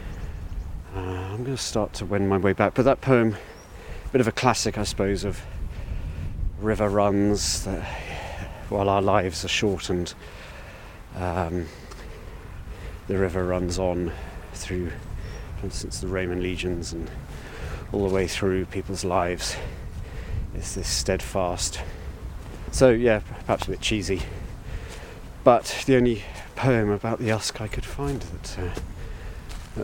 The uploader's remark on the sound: Wildlife ramble along the River Usk. It's early January and the river is high – but the wildlife is stirring on this magical Welsh waterway including a special guest right at the beginning of the recording…